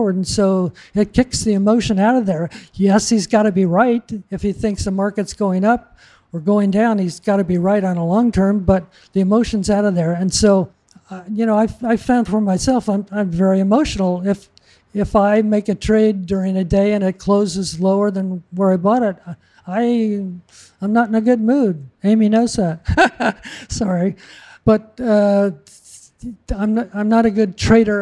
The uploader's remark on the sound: During a live episode of the Odd Lots podcast, taped at the Future Proof conference in Huntington Beach, California